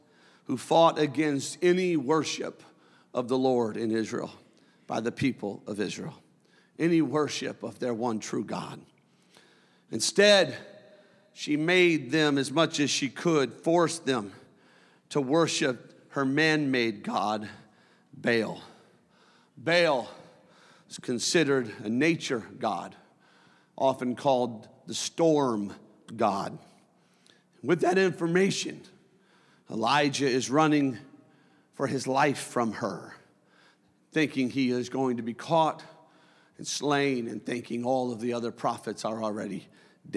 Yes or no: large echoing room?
yes